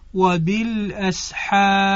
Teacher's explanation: حالا اگر این را رو بخوایم تفخیم بکنیم فقط در حالتی میتونیم که را ساکن بشه و این را ساکن با تکیه به الفی که قبلش اومده یعنی فتحه کشیده بتونه موجب تفخیم حرف را بشه